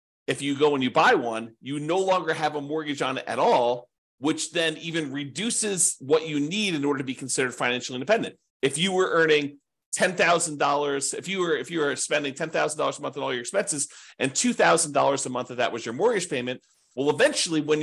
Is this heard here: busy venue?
no